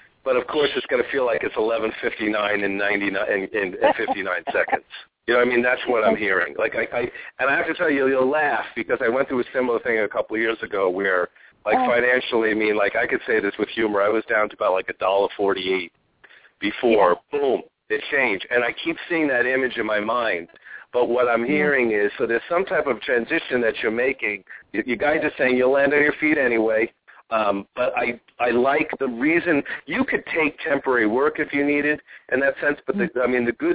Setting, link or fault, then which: link, phone line